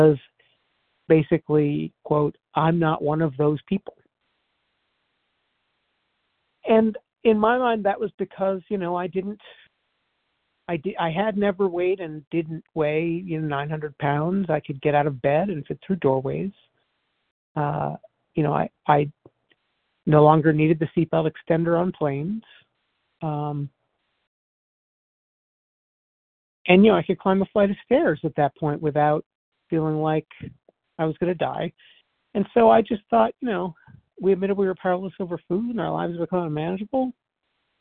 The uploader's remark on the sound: 100 Pounders Phone Meeting